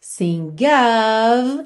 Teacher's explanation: lembra que esse OF sempre vai ter esse som of, V mesmo, tá? Sing of happy, not sad.